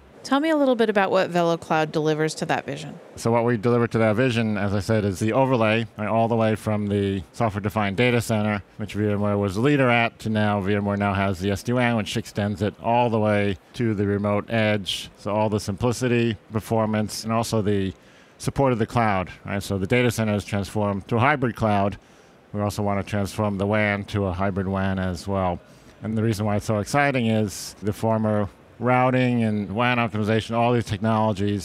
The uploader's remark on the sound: In this archive of a livecast interview from Mobile World Congress in Barcelona, Spain.